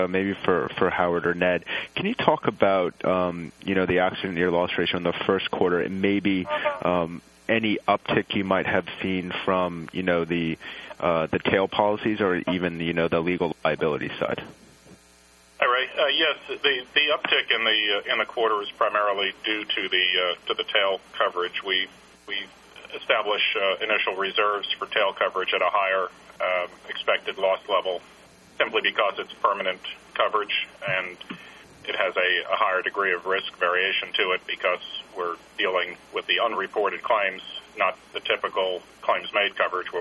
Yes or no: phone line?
yes